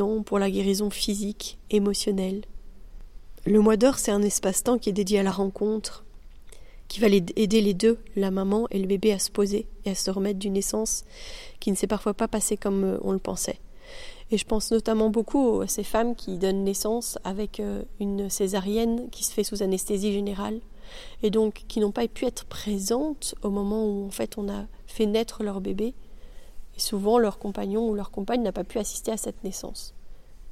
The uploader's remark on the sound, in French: Un épisode enregistré dans un cadre naturel exceptionnel, au Mexique.